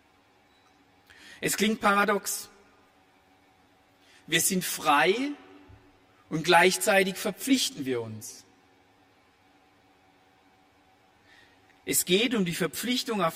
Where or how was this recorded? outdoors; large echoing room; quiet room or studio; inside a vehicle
large echoing room